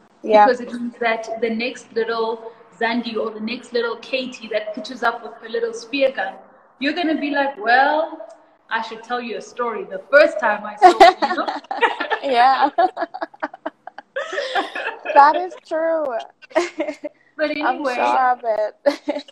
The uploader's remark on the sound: This podcast is created from Instagram Live recordings